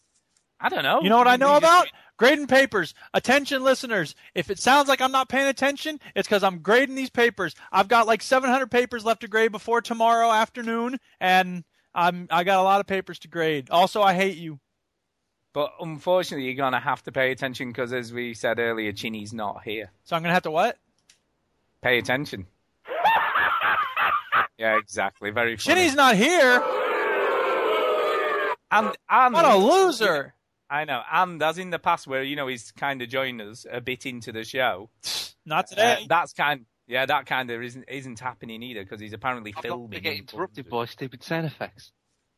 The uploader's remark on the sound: Live From The M25!